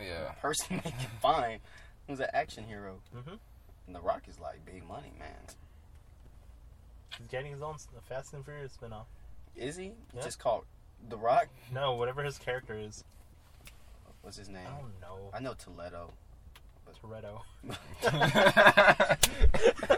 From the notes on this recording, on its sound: The boys are finally back together in the car.